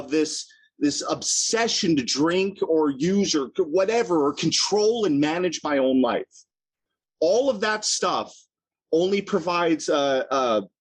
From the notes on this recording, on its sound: at the Broken Elevator Zoom Meeting held in June of 2022